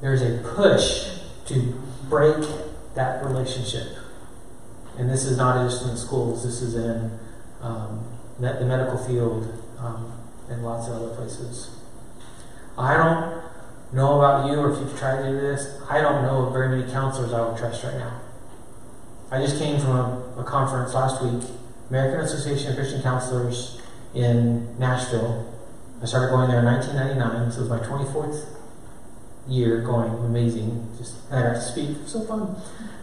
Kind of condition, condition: setting, live audience